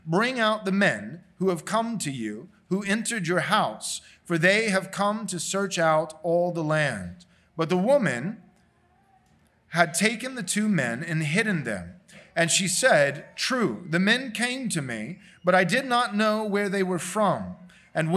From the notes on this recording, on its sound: This sermon was preached at Covenant Bible Church